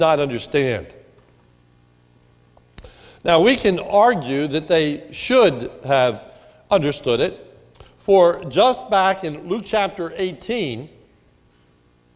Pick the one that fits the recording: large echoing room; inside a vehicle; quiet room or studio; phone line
large echoing room